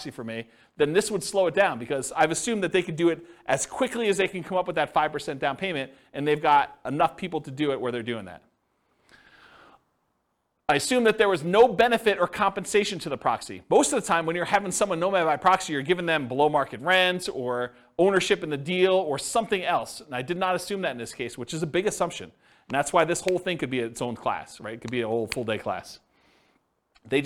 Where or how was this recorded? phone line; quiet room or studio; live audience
live audience